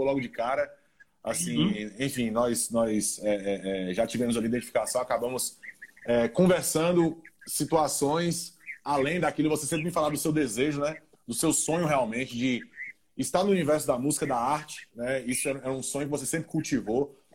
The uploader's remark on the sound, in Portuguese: Rolou uma mega live no meu instagram